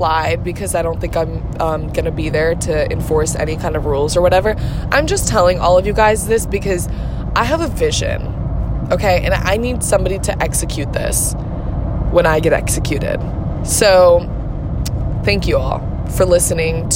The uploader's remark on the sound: Records from the open road. TW: poor quality of audio due to recording on my phone.